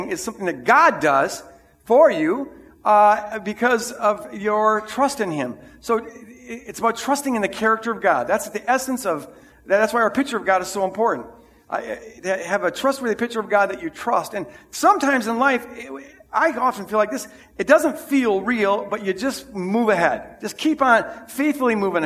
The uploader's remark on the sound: This is the recording of the 9:00 Sunday service.